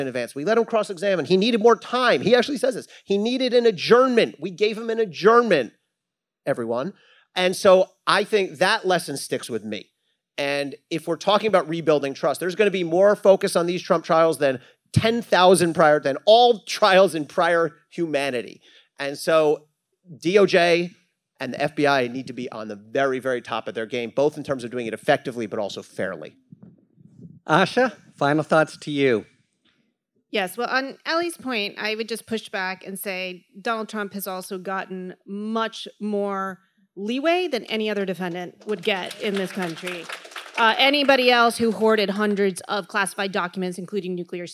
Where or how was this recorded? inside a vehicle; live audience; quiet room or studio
live audience